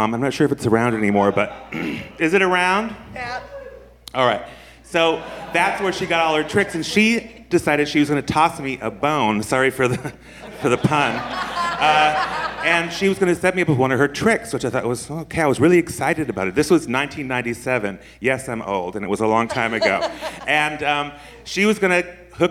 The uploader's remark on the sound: This was recorded at our San Francisco Sketchfest show of January 27, 2017.